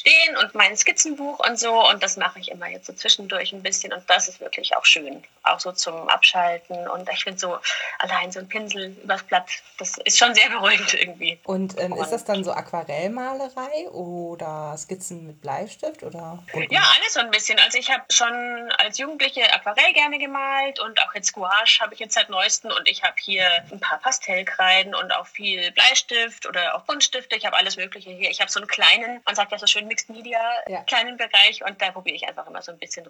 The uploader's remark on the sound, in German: Entschuldigt bitte, dass die Tonqualität leider nicht auf dem üblichen Niveau ist, da das Interview digital geführt und aufgenommen wurde.